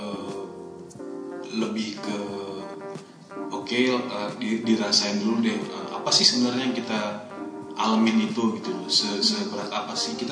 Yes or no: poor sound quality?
yes